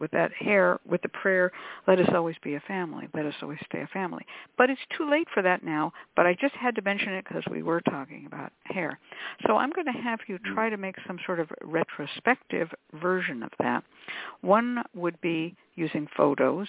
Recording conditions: phone line